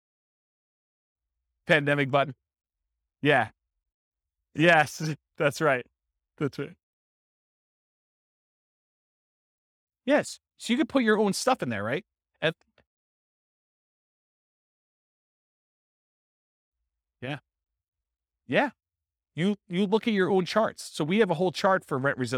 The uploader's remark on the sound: This was a live class recorded